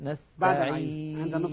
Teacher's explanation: عند نطق الياء يرتفع وسط اللسان، بينما رأس اللسان ما زال في المنطقة السفلى عند الأسنان السفلى